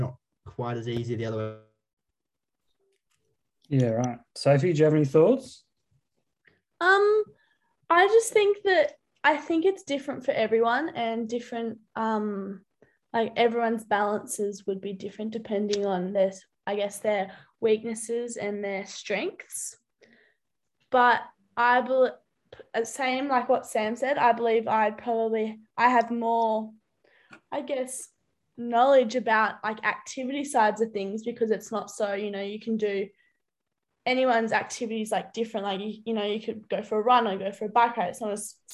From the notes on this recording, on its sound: Brought to you via Zoom, as the team call in from home. Due to current lockdown restrictions.